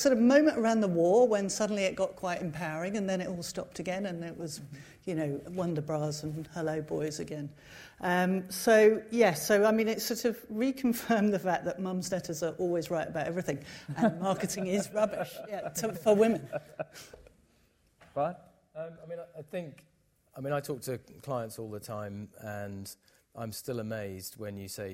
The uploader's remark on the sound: Recorded live at Saïd Business School (Oxford University), a panel of experts.